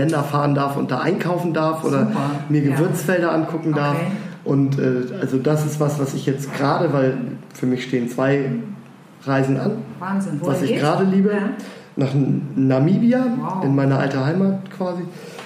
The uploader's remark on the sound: Eat.share.live - restart 2019.